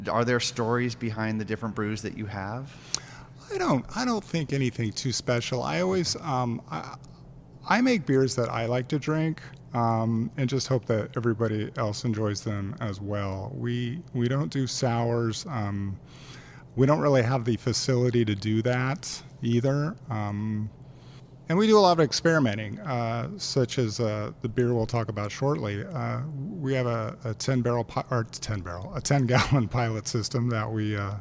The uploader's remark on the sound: Live at Timeless Pints.